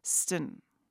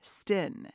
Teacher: When trying to pronounce Salish, English speakers might imagine an I in there, stin, but the sound is shorter, acutely angled from the T to the N, not the full I · Shown in: first take